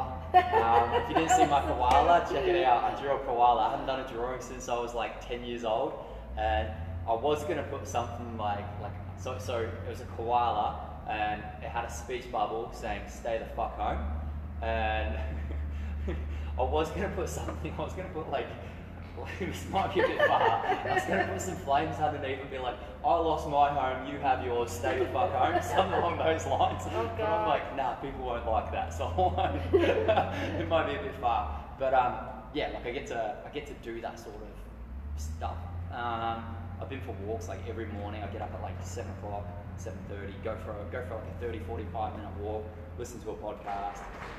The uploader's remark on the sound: Apologies for the poor audio, bare with us, this podcast was off the cuff.